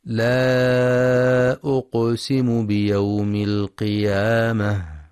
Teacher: ينتبه القارئ للمد المنفصل في لا أقسم، حيث يمد أربع أو خمس حركات